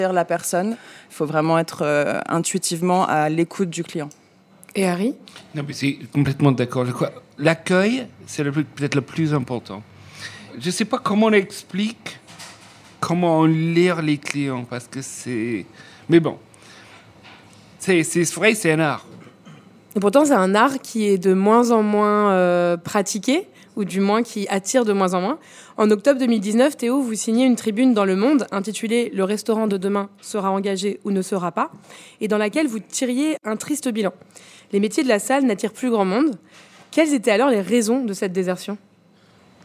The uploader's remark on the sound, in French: Enregistrée en public à la pâtisserie Tapisserie.